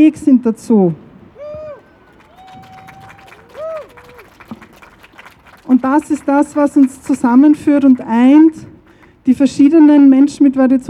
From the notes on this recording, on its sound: O-Ton Kundgebung für Schutz von Kindern und Jugendlichen mit Variationen der Geschlechtsmerkmale. In Wien.